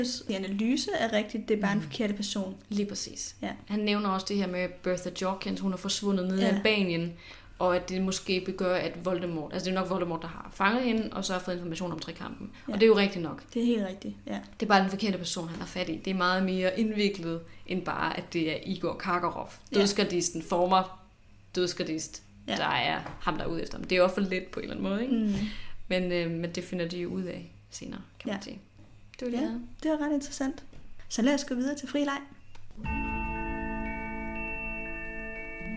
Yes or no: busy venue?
no